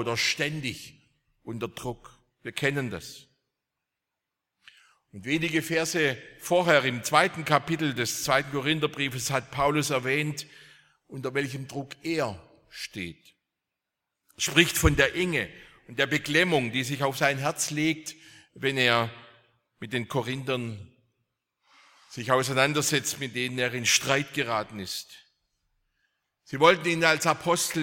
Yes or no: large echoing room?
yes